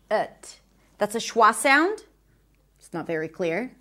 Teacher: there's another syllable here, ut. That's a schwa sound, it's not very clear. That's a schwa sound, and then a T, a healthy or a regular T, quai, ut.